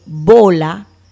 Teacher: Inclusive si el maestro pronuncia adecuadamente la V, el niño podía identificar que esa palabra lleva la que llamamos V corta. Y si pronuncia de manera labial, uniendo, haciendo el sello labial como bola, y une realmente los labios · Term: B labial